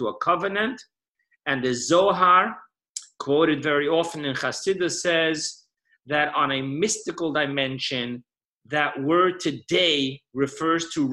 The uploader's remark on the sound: Weekly Zoom Parsha Class